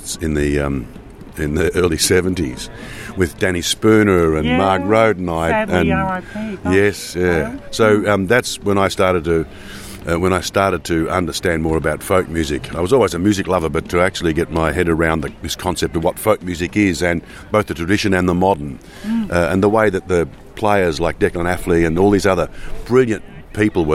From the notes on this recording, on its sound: In the green room at the 43rd Port Fairy Folk Festival.